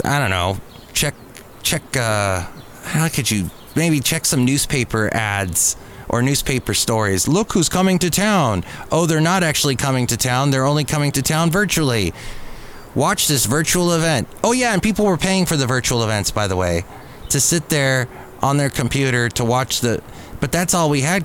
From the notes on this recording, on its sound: podcasts live from Café Anyway